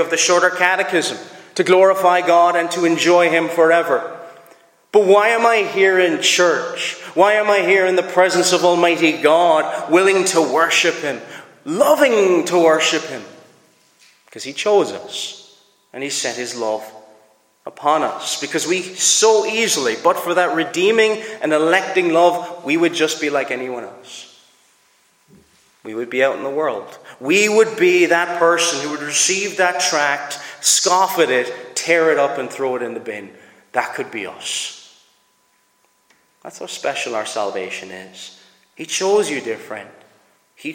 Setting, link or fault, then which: setting, large echoing room